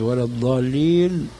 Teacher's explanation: فهي ضاد رخوة يقترن معها الاستطالة · Term: الضاد العربية الصحيحة